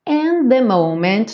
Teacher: and the, só um som na junção.